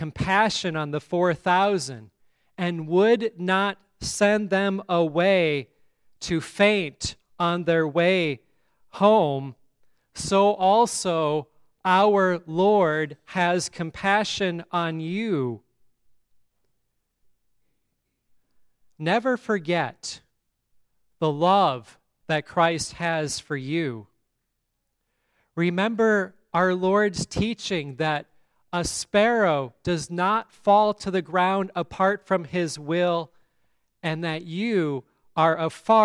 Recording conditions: large echoing room